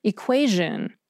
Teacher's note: That T-I-O-N suffix is usually pronounced with an S-H sound, but for some reason, it's usually pronounced with a zh sound in this one word, equation